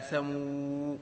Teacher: على لغة من ينتظر الحرف يا ثمو بواو ساكنة. وعلى لغة من لا ينتظر تقول يا ثمي، يا ثمي، هكذا.